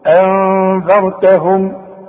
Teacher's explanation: شوف انذرتهم، شوف ان نون ساكنة بدون تشكيل بعدها الذال، والذال تطلع لسانك فيها، اخفي وغن